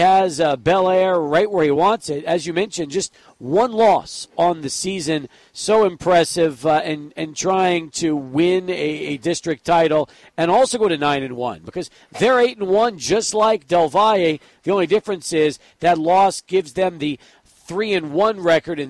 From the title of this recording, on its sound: Live at Del Valle